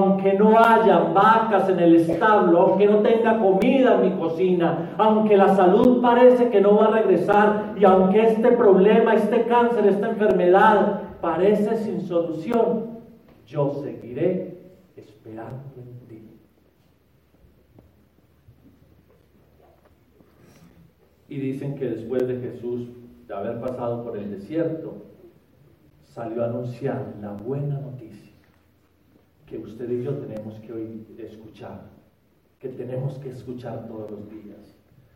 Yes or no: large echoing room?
yes